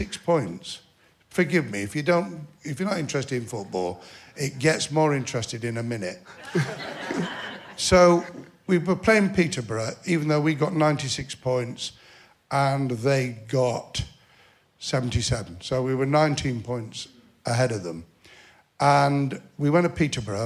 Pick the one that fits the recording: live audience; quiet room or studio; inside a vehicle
live audience